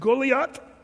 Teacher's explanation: The TH is always a T sound.